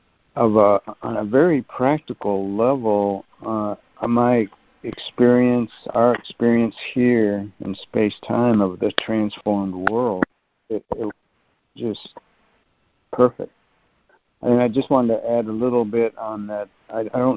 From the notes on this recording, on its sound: ACIM Daily Conference Call.